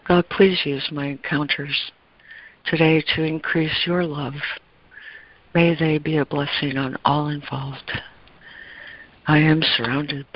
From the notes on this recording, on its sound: ACIM Daily Conference Call